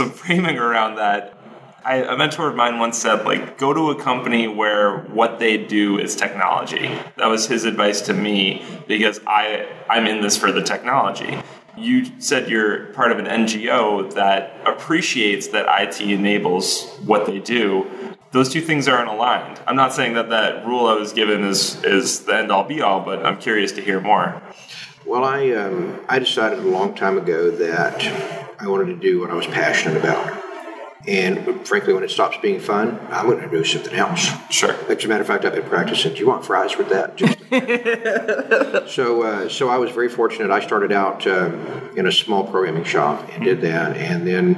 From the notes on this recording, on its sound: This interview was recorded in an echoey room with a single mic, so the sound quality is a little rough.